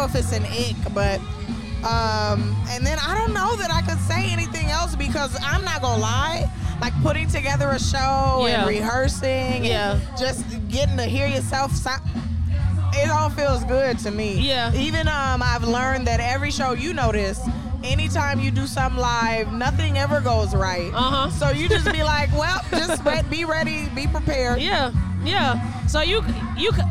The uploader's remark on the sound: We podded outside at a music festival: The 2023 Vibes Music Festival. Vibes Fest is an annual event organized for the city of South Bend, IN to celebrate their local talent.